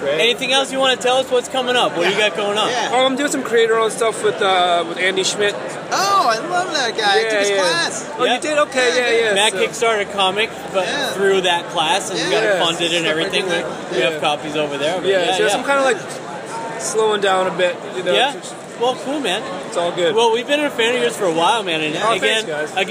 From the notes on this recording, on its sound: This classic episode that was recorded on the floor of Boston Comic-Con 2014. This classic episode that was recorded on the floor of Boston Comic-Con 2014 , featuring interviews and panel excerpts.